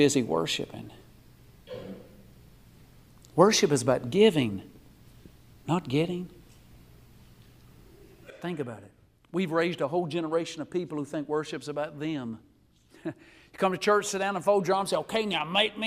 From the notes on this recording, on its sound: This message was recorded live at Winfield Free Will Baptist Church located at 1960 US Hwy 43 in Winfield, Alabama.